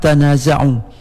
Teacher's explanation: kalimah tanaza'u, yaitu membacanya dengan ta bertasydid